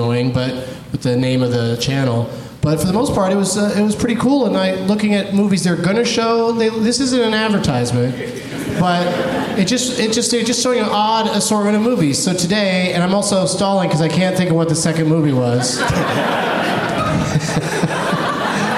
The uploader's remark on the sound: Live from the LOL Comedy Club in San Antonio